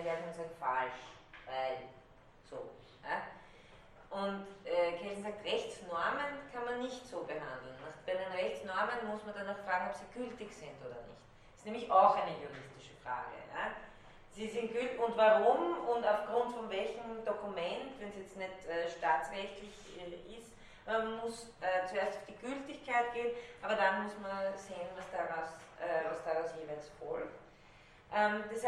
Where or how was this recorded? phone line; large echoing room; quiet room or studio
large echoing room